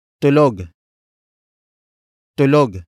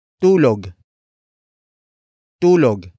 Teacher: It is an adjective that means asleep. Note the stress at the end, so it is not confused with tulog. · Shown in: first take